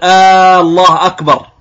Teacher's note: فمن الخطأ أن بعضهم قد يمد همزة الجلالة، يعني اسم الله، فيقول الله أكبر وكأنه يستفهم، فهذا خطأ. حتى قال العلماء إذا مد هذه الهمزة لا ينعقد تكبيره لأنه غير المعنى.